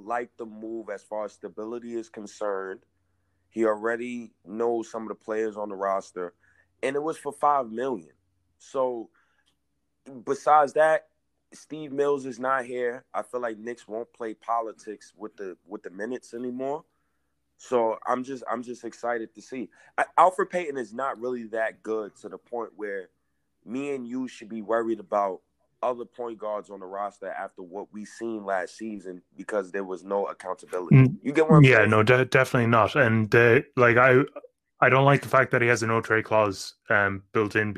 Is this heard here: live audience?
no